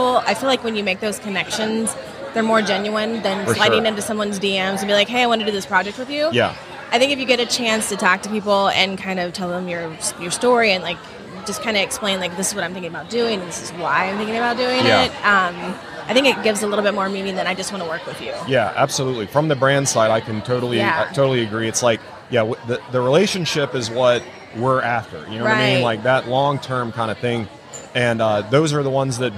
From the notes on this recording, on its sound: LIVE from HAVEN 2022